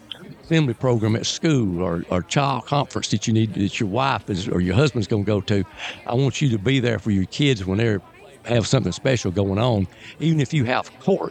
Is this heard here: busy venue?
yes